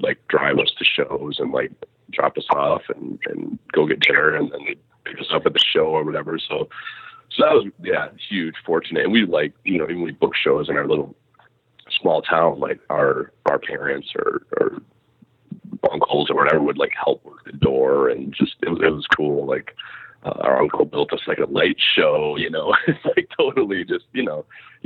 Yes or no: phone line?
yes